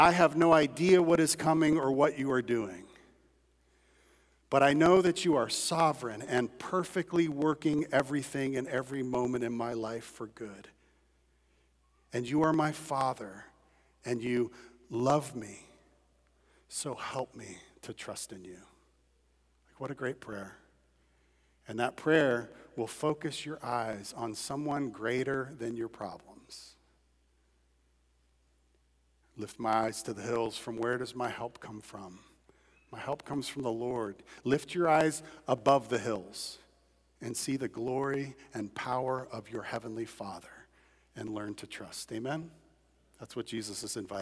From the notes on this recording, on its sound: At Redeemer Church on February 27, 2022. Was preached from Matthew 6:25–34 at Redeemer Church.